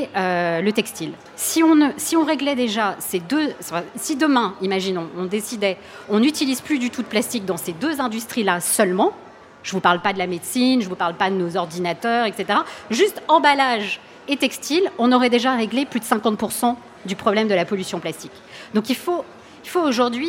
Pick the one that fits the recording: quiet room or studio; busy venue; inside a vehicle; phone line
busy venue